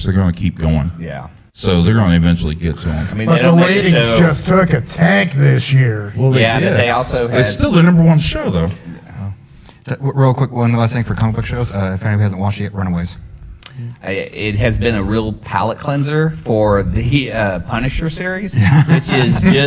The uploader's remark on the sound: We were live at Who Needs Sleep 2017!